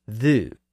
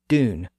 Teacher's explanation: all of those words were traditionally pronounced with a pure U sound represented with the letter U.